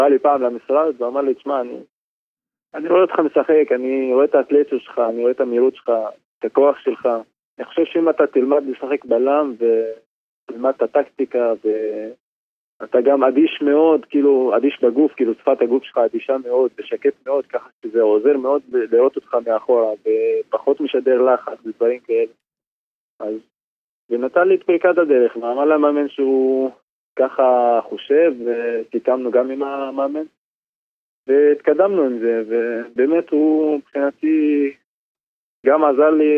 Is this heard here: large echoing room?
no